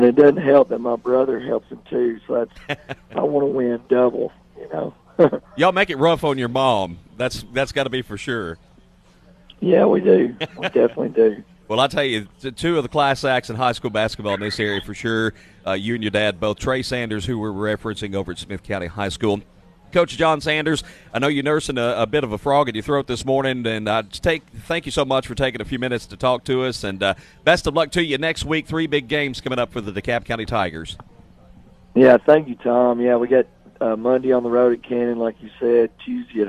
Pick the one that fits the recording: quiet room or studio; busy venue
busy venue